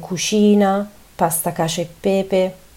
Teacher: Dopo una vocale, C si pronuncia come SH